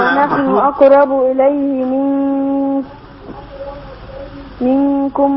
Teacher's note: نون بعدها كاف بعمل لها إخفاء بغنة إخفاء حقيقي بغنة